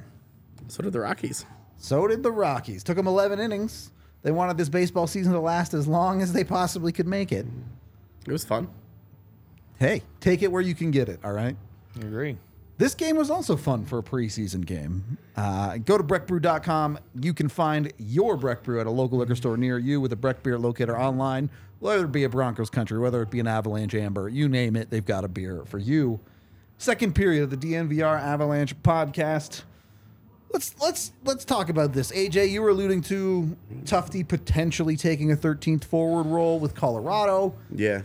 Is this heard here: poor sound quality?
no